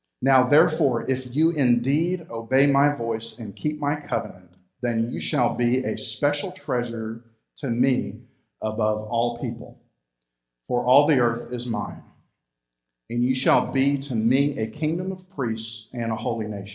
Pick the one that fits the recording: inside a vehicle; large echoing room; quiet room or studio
large echoing room